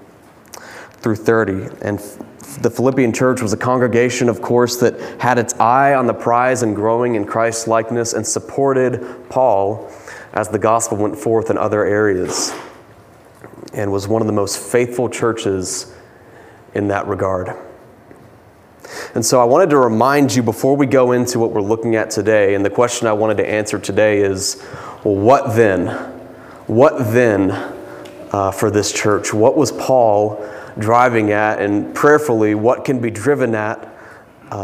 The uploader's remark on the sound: Preached this sermon from the pulpit of Grace Community Church in Berea, KY on Sunday, May 15, 2022.